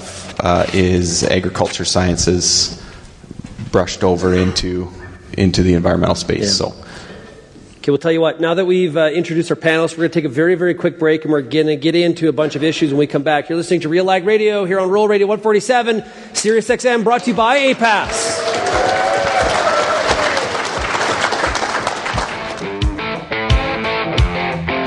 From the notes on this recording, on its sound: This Wednesday edition of RealAg Radio was recorded at the Agricultural Producers Association of Saskatchewan (APAS) annual general meeting!